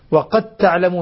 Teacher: الدال أدغمت في التاء فصارت تاء مشددة. وقد تعلمون وهذا يسمى إدغام متجانسين صغير.